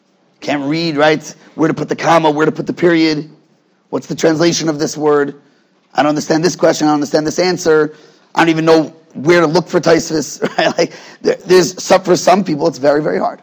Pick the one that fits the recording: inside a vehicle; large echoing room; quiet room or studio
large echoing room